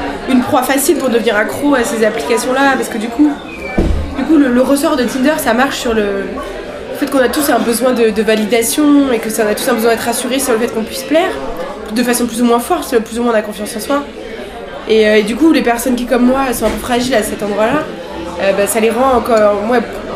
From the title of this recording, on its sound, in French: au bar le Progès